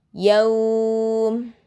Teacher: kalau disukunkan diwakofkan yaum jadi mad lain